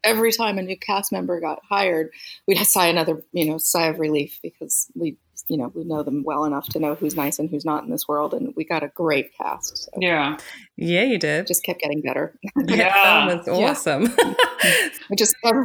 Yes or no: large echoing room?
no